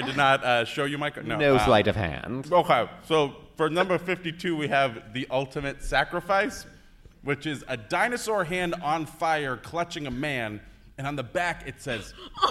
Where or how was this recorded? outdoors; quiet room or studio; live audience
live audience